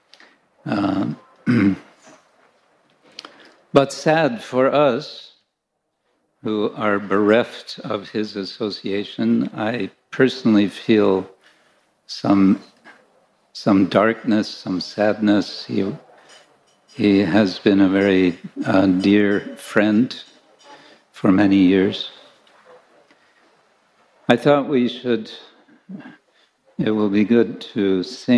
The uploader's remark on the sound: Lecture from ISKCON Chowpatty temple.